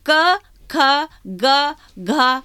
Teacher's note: ये आपका कंठ हिल रहा है तो ये कंठी है